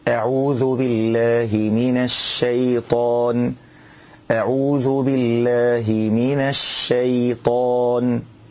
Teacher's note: الشين مرققة والياء مرققة، فلما تيجي تقول كلمة الشيطان ترقق الشين والياء، أعوذ بالله من الشيطان، مع مراعاة تفخيم الطاء.